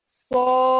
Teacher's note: پھر یہاں پر یہ جو 19 میں ورڈ ہے صافاتن، یعنی صاد موٹا کر کے اور پھر ہیوی ہوگا، پھر اس کے بعد جو ہے وہ فا کو ہٹ کرے صافاتن، اور فا جو ہے وہ ڈبل اس کی آواز آنی چاہیے